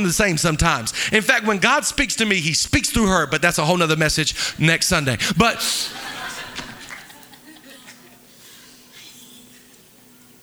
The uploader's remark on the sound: Live from El Rey Theater.